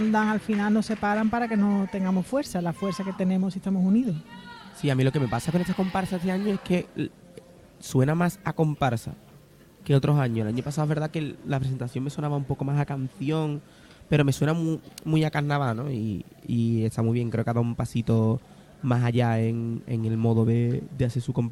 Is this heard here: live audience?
yes